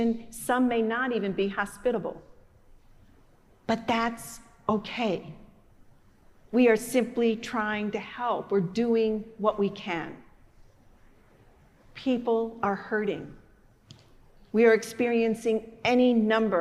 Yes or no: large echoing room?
yes